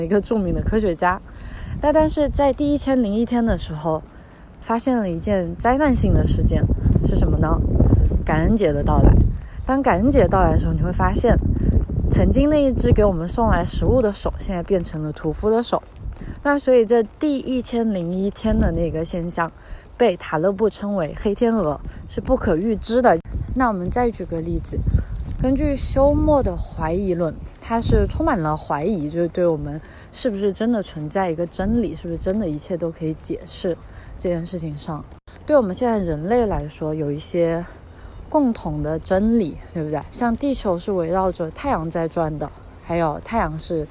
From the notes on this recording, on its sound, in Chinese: 在新冠肺炎刚刚出现时，是一边散步一边录制的。